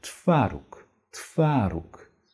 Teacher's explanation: Wir werden es nicht mühselig sprechen, also Twaruk, sondern wir entkräften wieder dieses W und sprechen tendenziell ein F-Laut.